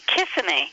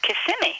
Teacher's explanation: This is supposed to be on the middle syllable, and it's actually pronounced Kissimmee. · Shown in: second take